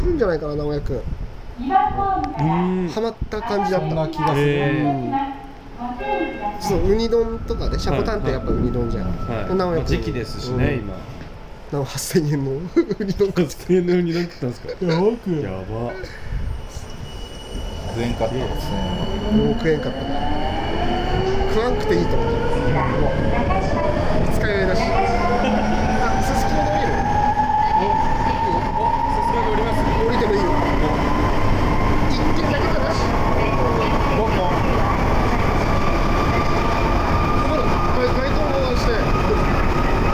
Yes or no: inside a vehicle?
yes